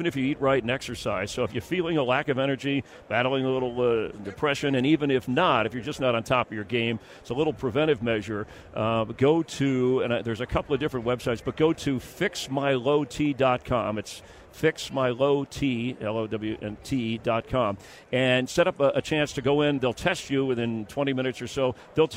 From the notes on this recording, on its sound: LIVE at Radio Row in Las Vegas